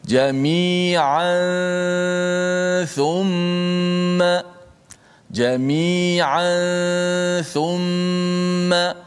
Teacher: contoh tanwin pula jami'an asal dia adalah uh, tanwin itu jami'an tanwin itu nun mati bertemu dengan tha maka dia menjadi hukum ikhfa hakiki kita dengungkan dia dan kita sembunyikan makhras uh, apa nama ni nun mati pada